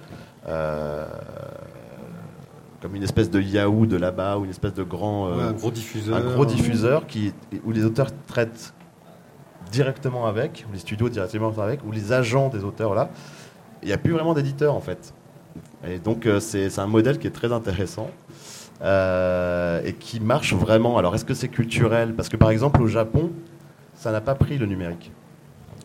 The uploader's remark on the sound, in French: Cette rencontre a été enregistrée en public au festival des Calanques et des Bulles 2016.